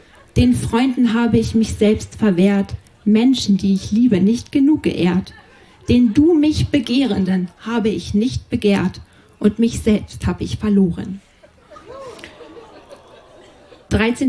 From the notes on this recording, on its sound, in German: Ausschnitte aus der Veranstaltung vom 05.08.2020 im Kulturhaus Insel der Jugend, Berlin. Heißen Dank an das Kulturhaus Insel, unser tolles Publikum.